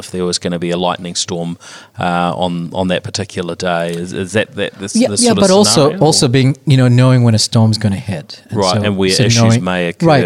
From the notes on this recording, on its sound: Recorded in Sydney at Cloud Innovate Exchange.